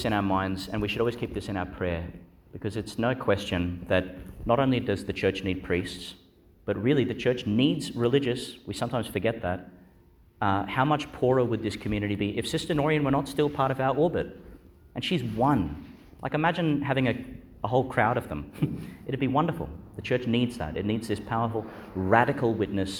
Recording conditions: large echoing room